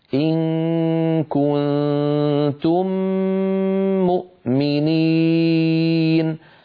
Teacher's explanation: هذا المقطع إن كنتم مؤمنين فيه ثلاث غنن، غنة إخفاء، غنة إخفاء، غنة إدغام. هاتان الغنتان الأوليان طولهما واحد، غنة الإدغام أطول بقليل بقليل، لو لاحظتم علي لما قرأت أقرأها عليكم الآن فلاحظوا.